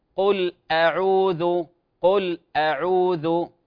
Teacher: لاحظوا، قل كما تحدثنا، قل الضمة في قا، لا نقول قو، قل، قل، هي قل، وكذلك تحقيق التوسط في اللام في قل، قل أعوذ، ولا نسهل أو نخفف الهمزة في أعوذ كما نسمع البعض يقرأ قل أعوذ قل أعوذ، وهذا غير صحيح.